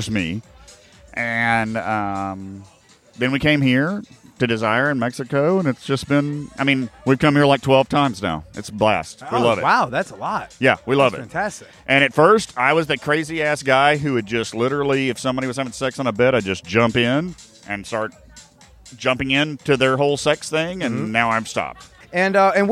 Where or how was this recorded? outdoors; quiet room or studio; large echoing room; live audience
outdoors